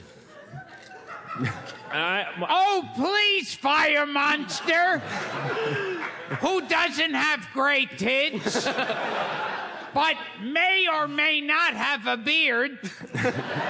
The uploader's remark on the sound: LIVE from 92y in NYC